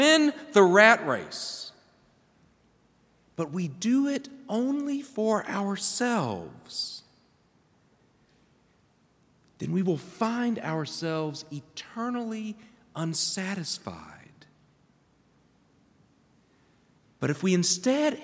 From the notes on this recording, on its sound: preached at Hendricks Avenue Baptist Church on Sunday, February 25, 2024.